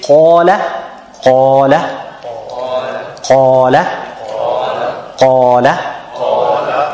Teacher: So when you say qala, qala, qala, qala, it's the heaviest qaf you have ever pronounced, because it has fatha, and it's not only has fatha, but it's followed by the long alif. · Term: tafkhim